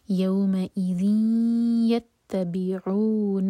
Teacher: آیہ 108, یو مد لین، یوم ای، حمزہ پر کٹ آف ساؤنڈ کے ساتھ، یوم ای، یوم ای ذین یتبعون، ذال پر کسرہ کی تنوین، اس کے بعد یا، تو ہم کریں گے ادغام غنہ کے ساتھ، 2 سیکنڈز کا ٹائم دیا جائے گا اور ناک میں آواز لے جائیں گے